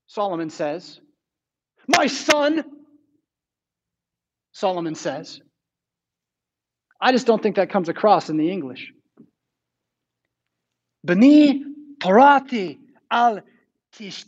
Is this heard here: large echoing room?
yes